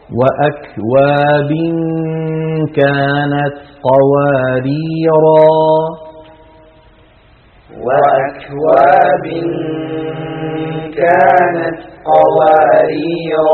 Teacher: ألف قوارير لما وصلنا حذفناها ولما وقفنا أثبتناها يعني نطقناها